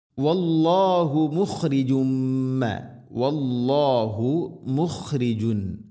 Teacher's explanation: മുഖ് തൻവീനു ശേഷം മീമ്, ഇദ്ഗാം ബിഗുന, തൻവീനിനെ മീമിലേക്ക് ഇദ്ഗാം ചെയ്യണം, കൂട്ടിലയിപ്പിച്ച് മണിച്ചുകൊണ്ട് ഉച്ചരിക്കണം. മുഖ്രിജും. കുന്തും, നൂനിനെ അവ്യക്തമാക്കി മണിക്കണം.